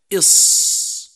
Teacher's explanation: صفات حرف الصاد المتضادة: أولا الهمس، حيث يجري معه النفس عند النطق به إص. ثانيا الرخاوة، يجري معه الصوت عند النطق به